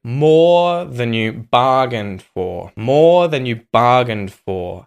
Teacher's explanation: So we're emphasizing the words more and bargained. Than and you kind of get reduced.